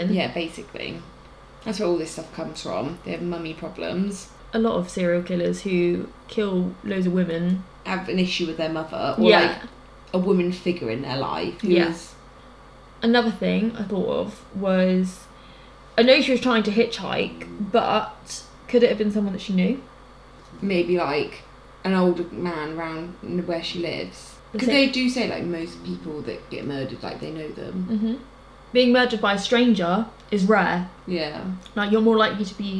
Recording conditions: sounds in the background